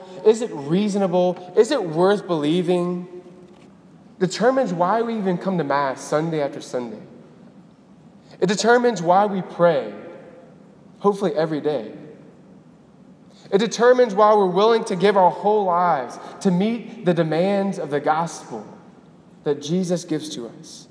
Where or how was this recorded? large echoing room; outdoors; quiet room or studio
large echoing room